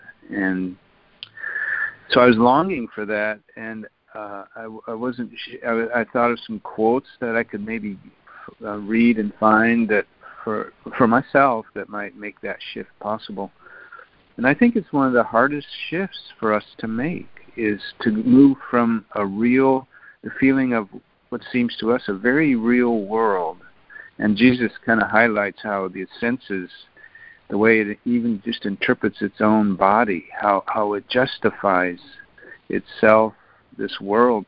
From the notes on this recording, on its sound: ACIM Daily Conference Call